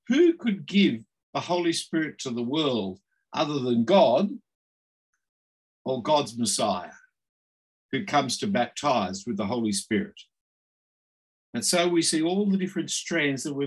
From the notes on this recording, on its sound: this term was online via Zoom